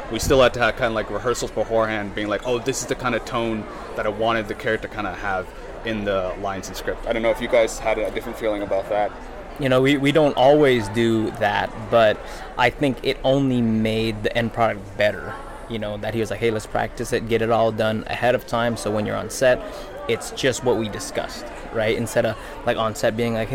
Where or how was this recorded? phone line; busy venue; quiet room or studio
busy venue